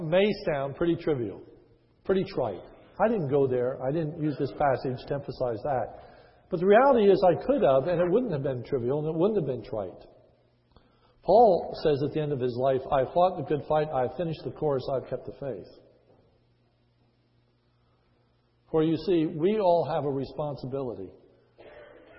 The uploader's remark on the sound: This sermon was recorded on 5/23/10 in the morning service.